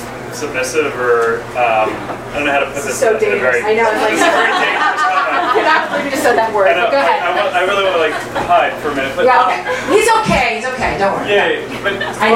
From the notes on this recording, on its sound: Arlington Theology on Tap. Arlington TOT is held on the 2nd Monday of each month at O'Sullivan's Irish Pub located at 3207 Washington Blvd., in Arlington, VA, across from St.